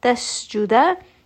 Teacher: سين is going to have سفير، so it does have a little bit of that whistle that comes naturally.